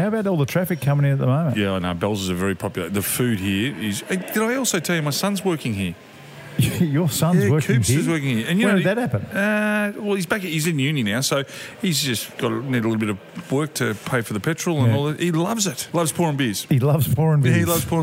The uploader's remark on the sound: This week we're live at Bells Hotel in South Melbourne